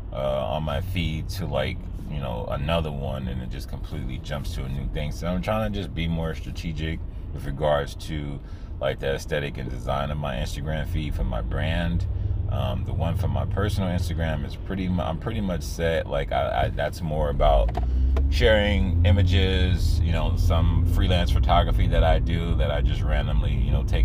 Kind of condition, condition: setting, inside a vehicle